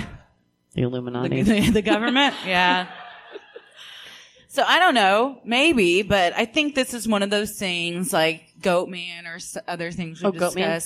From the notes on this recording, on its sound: This episode was recorded live at the 2019 Dallas Comedy Festival!